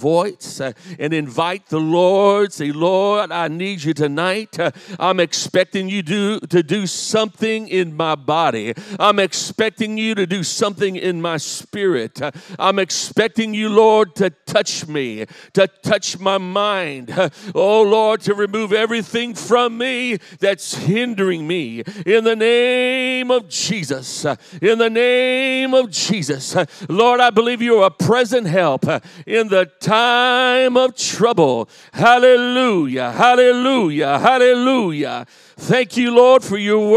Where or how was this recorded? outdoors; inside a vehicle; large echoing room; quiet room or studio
large echoing room